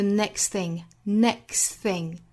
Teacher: t 的音也直接略掉 next thing